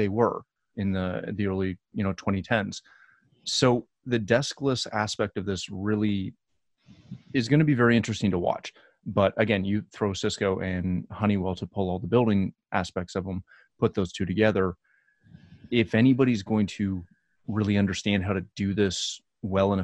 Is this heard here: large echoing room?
no